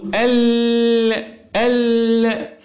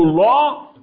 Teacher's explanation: أيضا عندما أقول ال مفيش تقعر فيها، مفيش تصاعد للصوت · Shown in: first take · عندما أقول الله تقعر، إنما لا ال خلاص اللسان بينخفض. · Term: اللام المرقق